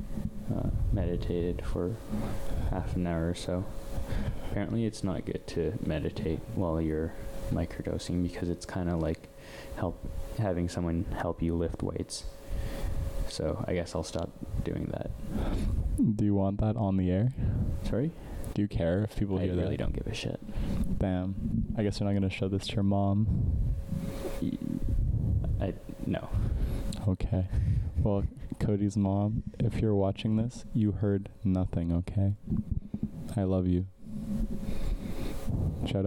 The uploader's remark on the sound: the audio for this episode is heavily edited as it did not capture properly so it sounds pretttty bad.